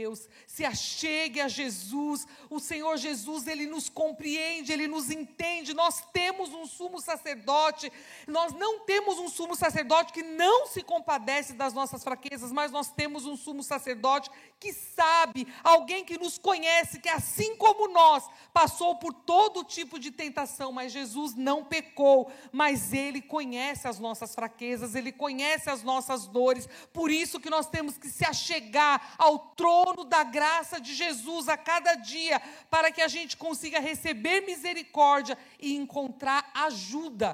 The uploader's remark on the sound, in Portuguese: Celebração ao vivo